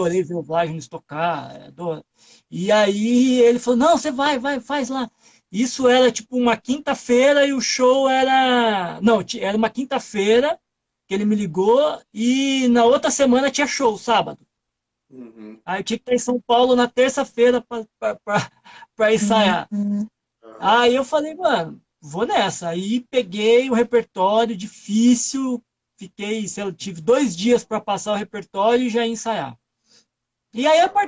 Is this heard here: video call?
yes